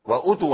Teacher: واوتوا به، في ناس بتقول واوتوا، ما اوعوا تعملوا الف بعد الهمزه، واوتوا على طول واو همزه